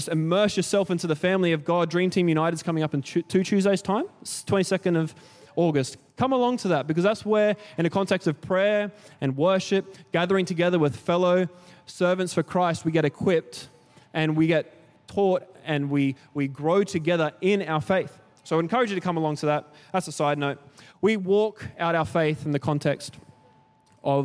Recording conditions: large echoing room